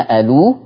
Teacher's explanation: اهو انا بتكلم، اهو بقول الولى فيها ثلاثه احكام وهي على الترتيب التالي: النقل، نقل ضمه الهمزه الى اللام الساكنه الو، وبعد كده عندك مد البدل اللي هو حرف الواو اللي بيبقى فيه القصر والتوسط والاشباع فتبقى الو، اتنين واربعه وسته.